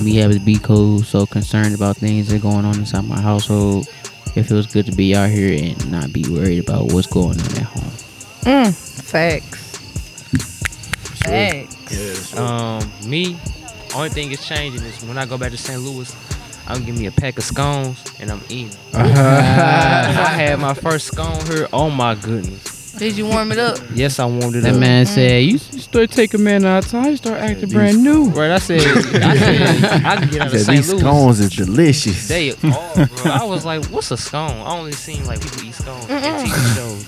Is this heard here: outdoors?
yes